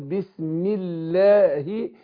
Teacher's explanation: يبقى الباء مرققه، احرص على تحقيق الكسر، السين مرققه